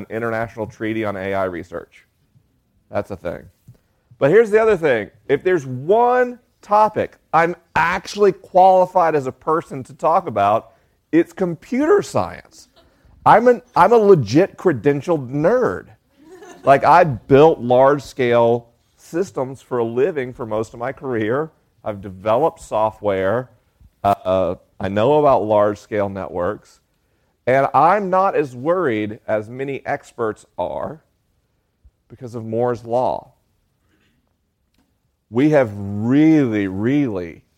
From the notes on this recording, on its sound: LIVE in Nashville, TN. This week is a live episode: the questions are unscreened and the answers are unrehearsed. I'm traveling around the country on tour.